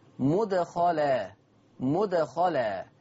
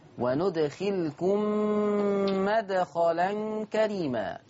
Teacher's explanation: عندنا حفص عن عاصم قرأ بضم الميم: مدخلا مدخلا، بينما ورش عن نافع قرأ بفتح الميم